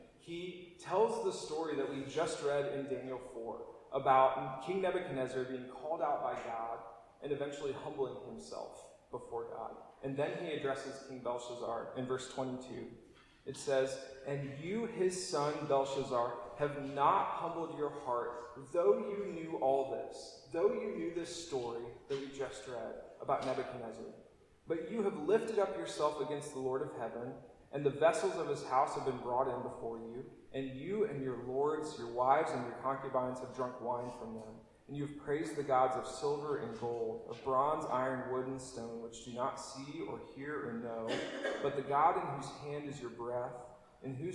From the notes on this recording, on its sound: apologies for poorer recording quality this week!